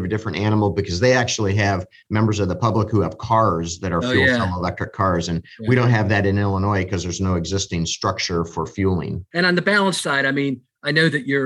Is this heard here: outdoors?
no